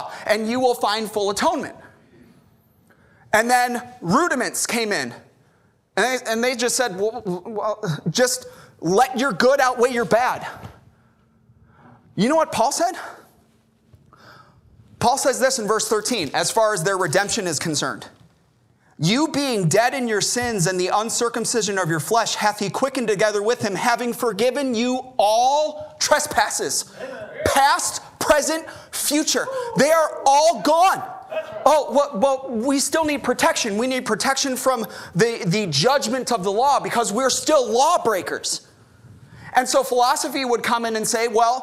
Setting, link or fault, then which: setting, large echoing room